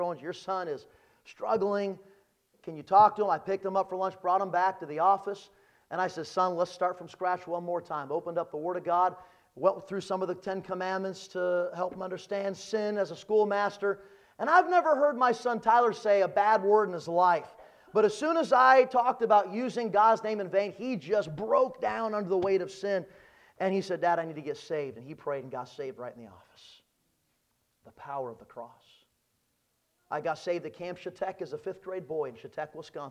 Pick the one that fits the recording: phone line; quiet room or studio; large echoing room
large echoing room